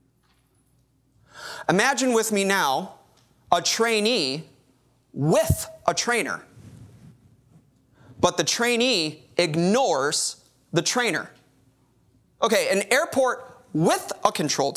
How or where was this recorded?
large echoing room